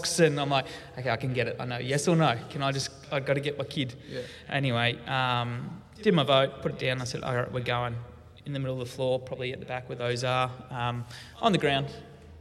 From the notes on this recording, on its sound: RUOK? Sunday LIVE at Beyond Church.